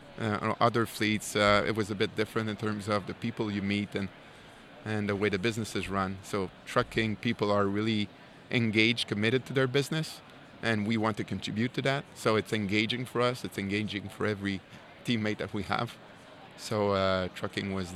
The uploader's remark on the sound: live from ATA's MCE 2021 show floor